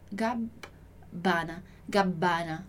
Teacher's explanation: Os dois Bs, que a gente vai forçar aqui a pronúncia, né? Segurar a pronúncia do B.